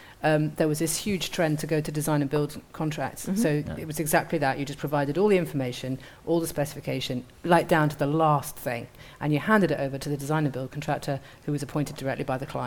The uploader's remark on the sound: Live audience special. This episode is brought to you from the magnificent Charles Rennie Mackintosh-designed Billiard Room at the Willow in the heart of Glasgow.